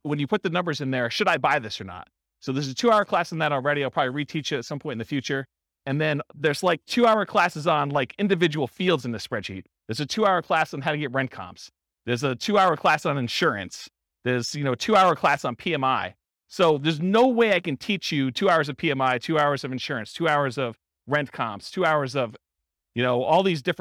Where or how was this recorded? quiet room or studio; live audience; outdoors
live audience